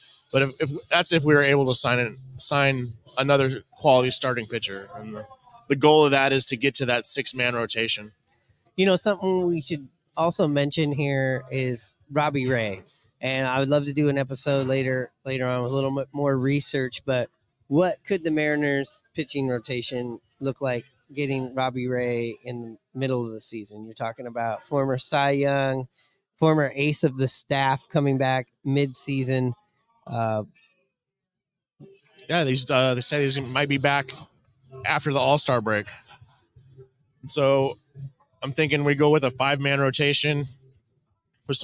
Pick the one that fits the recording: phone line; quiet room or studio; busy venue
busy venue